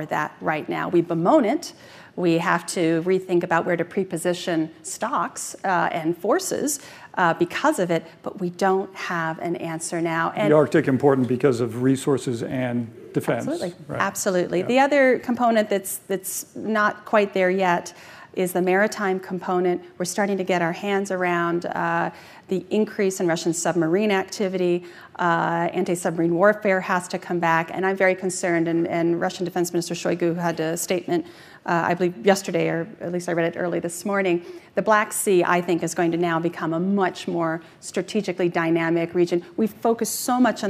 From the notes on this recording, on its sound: Their discussion, which takes place at the Aspen Security Forum.